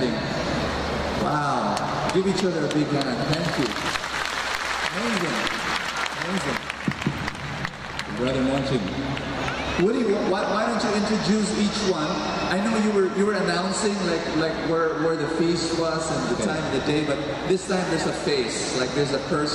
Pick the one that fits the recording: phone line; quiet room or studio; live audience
live audience